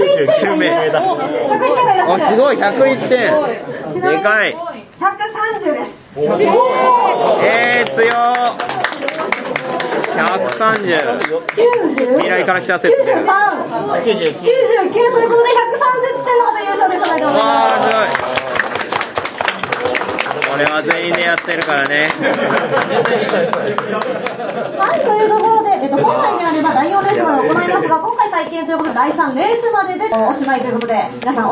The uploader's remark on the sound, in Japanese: 突撃！すごろくや春の新作体験まつり’24！イベント会場収録のため、騒音雑音が激しく入っております。